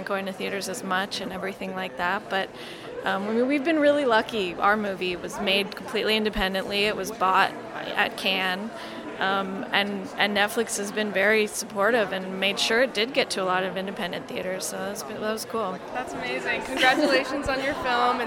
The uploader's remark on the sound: SBIFF: Writers Panel on the Red Carpet. The Santa Barbara International Film Festival hosted its Writers Panel.